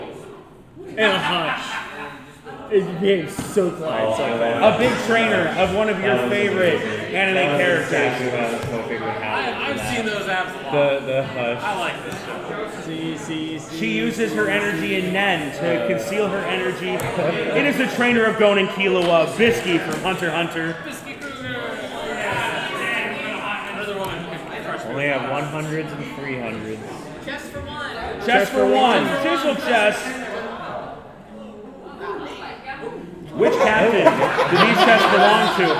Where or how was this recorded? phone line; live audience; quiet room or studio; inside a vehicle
live audience